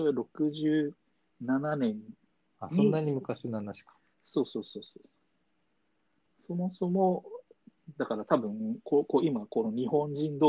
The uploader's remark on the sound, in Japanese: 2020年6月6日リモート録音